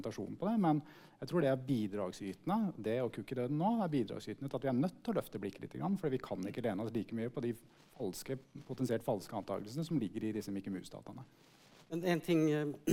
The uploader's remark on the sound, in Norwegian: live på Merkevaredagen 2022